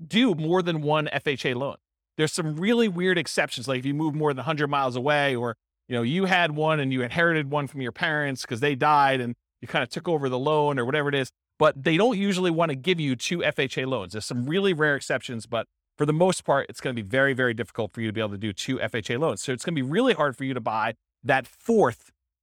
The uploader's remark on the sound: This was a live class recorded